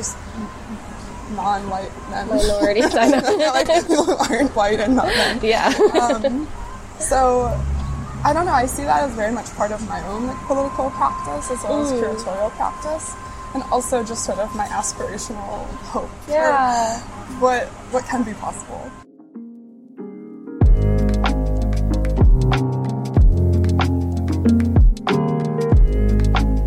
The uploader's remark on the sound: Episode recorded at Doshi House, Houston